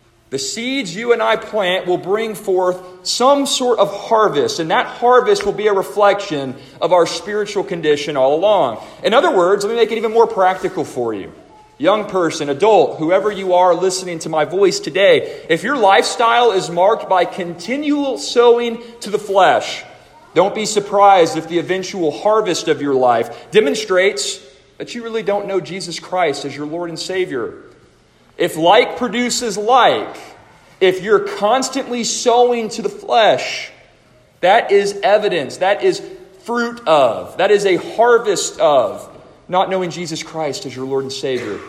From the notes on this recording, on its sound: A chapel message delivered to the students and faculty of the Deep Roots Homeschool Co-Op of First Baptist Church-Inez -Inez, Texas